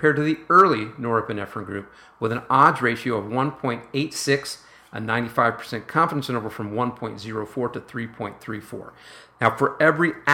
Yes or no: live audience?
no